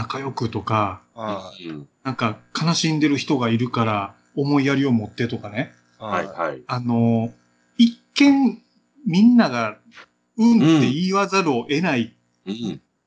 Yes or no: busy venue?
no